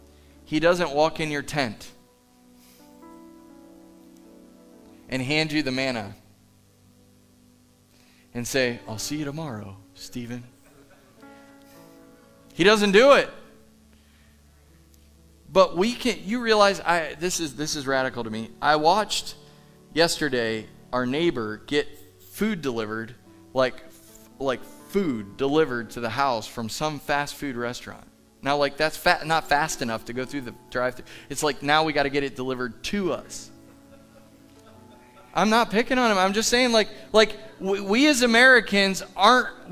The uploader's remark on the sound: Live from The Summit Church in Dover, OH